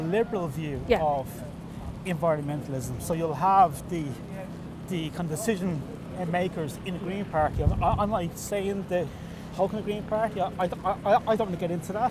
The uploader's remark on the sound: Recorded during a climate action march in Dublin on 9 December 2023.